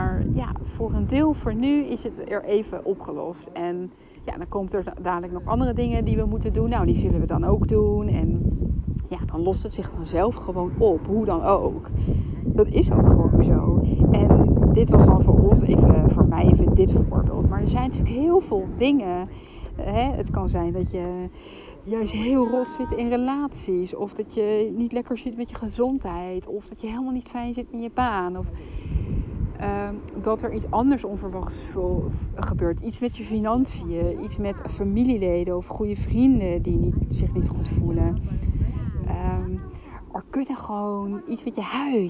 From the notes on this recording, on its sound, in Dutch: Excuses voor de stukjes met wind in de opnamen